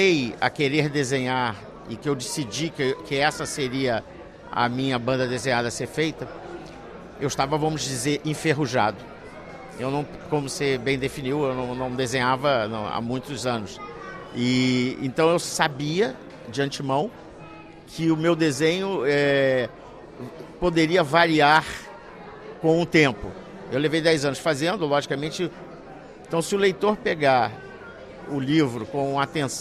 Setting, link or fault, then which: setting, busy venue